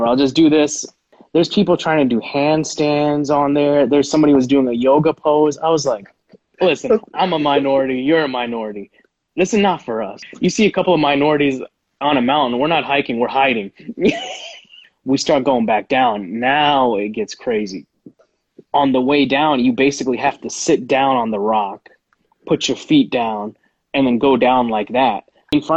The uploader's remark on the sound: Live on Instagram